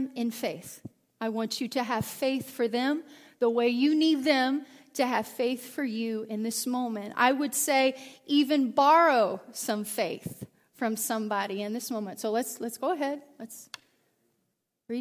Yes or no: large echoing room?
yes